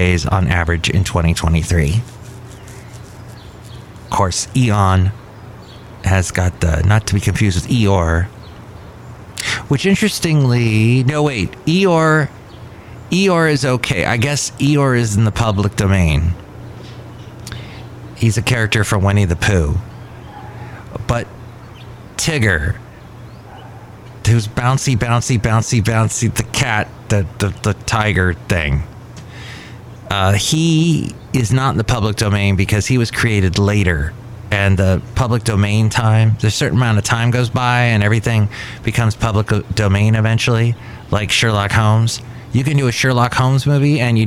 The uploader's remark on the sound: podcasts live from Cafe Anyway